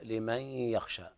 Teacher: لمن يخشى تغني مقدار حركتين فقط · Term: الغنى